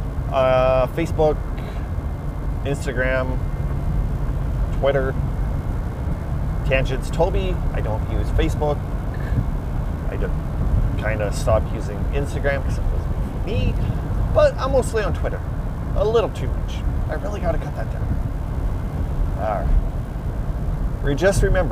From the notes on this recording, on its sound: Audio quality is not studio produced but rather produced in a moving mini van which decreases the quality. Every episode quality will vary from time to time as it depends on the equipment that is available as well as the outside weather. The weather could add extra wind noise to rain falling on the windshield to other vehicles driving by.